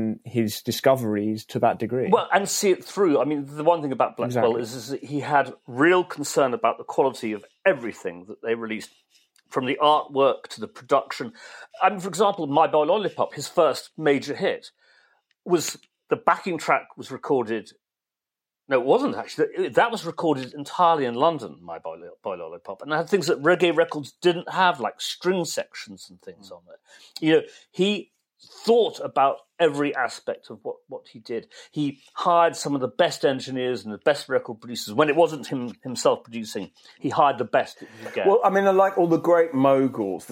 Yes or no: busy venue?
no